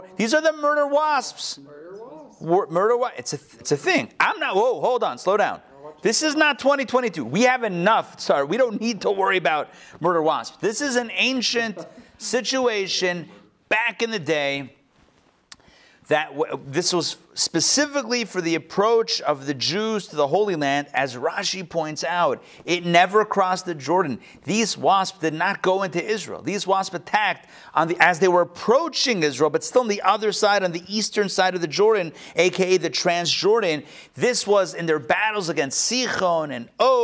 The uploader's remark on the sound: Recorded live at the Intown Jewish Academy on December 29, 2021